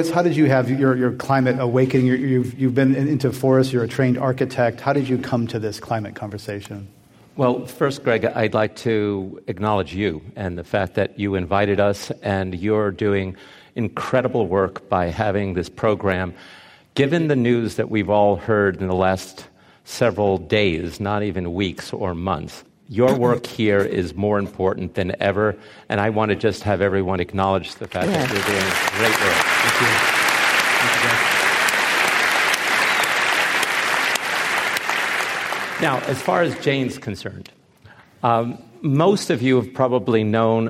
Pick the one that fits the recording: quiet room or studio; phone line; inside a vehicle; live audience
live audience